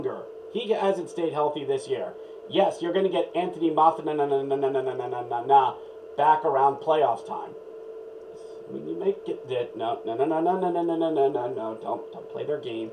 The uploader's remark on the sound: Apologizes for the audio, testing a new mic, to interesting results